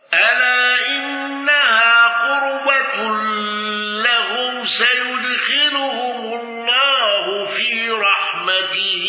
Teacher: الأصبهاني بالنقل وقصر المنفصل وضم راء قربة